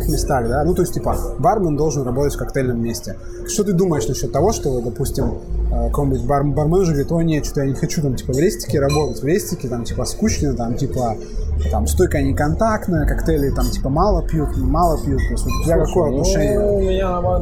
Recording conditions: background noise